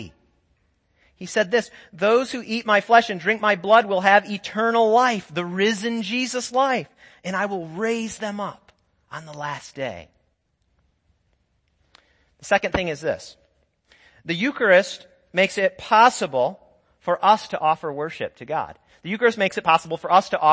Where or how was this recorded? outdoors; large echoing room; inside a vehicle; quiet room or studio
large echoing room